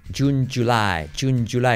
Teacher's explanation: en inglés no es un ye, es un ch, ch, es como un sonido ch, pero activando las cuerdas vocales, es decir, ch, ch, ch, ch, ch.